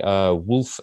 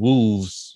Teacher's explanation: my F in wolf comes out as a V in wolves is really fossilized from way back in Old English, where F turned into V between certain sounds.